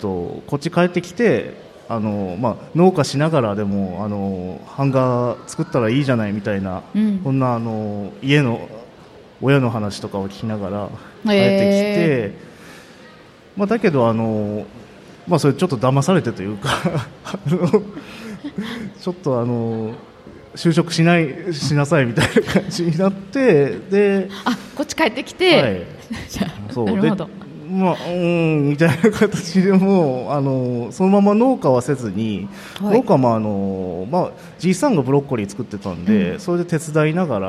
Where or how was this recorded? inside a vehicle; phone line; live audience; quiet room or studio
live audience